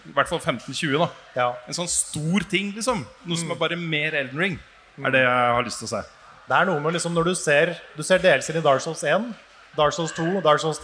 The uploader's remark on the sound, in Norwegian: Vi gikk LIVE under Oslo Byfestival på Youngstorget i Oslo